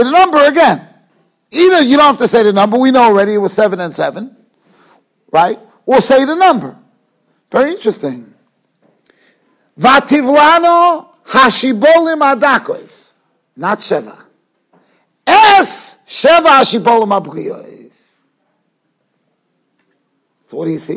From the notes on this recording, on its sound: Shiur recorded in Yeshivas Ohr Reuven, Monsey, NY